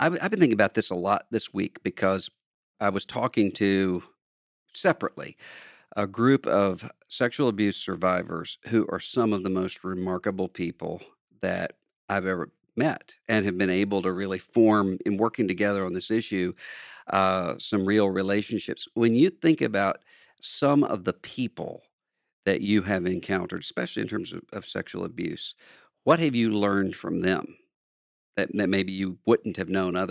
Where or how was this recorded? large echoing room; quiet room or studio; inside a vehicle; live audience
quiet room or studio